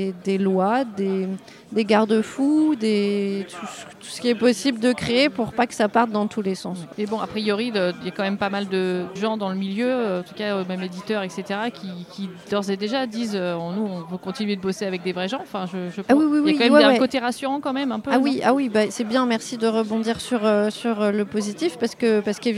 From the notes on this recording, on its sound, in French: lors du festival Paris est ludique en juillet 2023